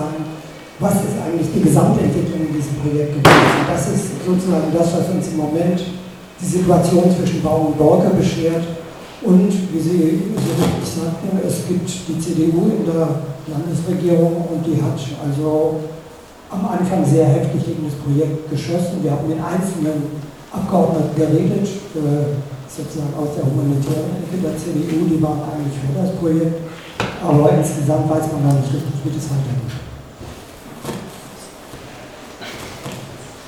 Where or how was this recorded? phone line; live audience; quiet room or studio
live audience